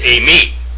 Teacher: the epsilon iota is pronounced a, as in ace